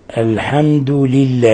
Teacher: ولام الله رقق وشددي · Term: التشديد